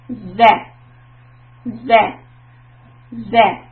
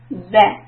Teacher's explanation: With Z, you're shutting the teeth and keeping the tongue right between the teeth. Z. Say this sound as and, and you can feel that the tongue is just right in between the two teeth, and that's where we are going to make the sound Z. · Term: Zal